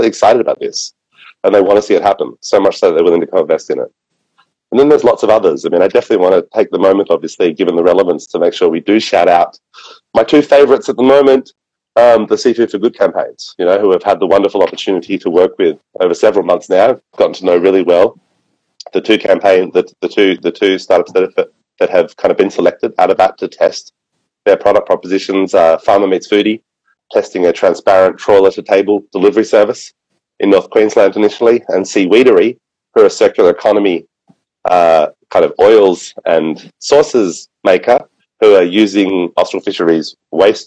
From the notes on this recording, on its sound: In this episode we cut to a quick call with one of the founders of Seeweedery.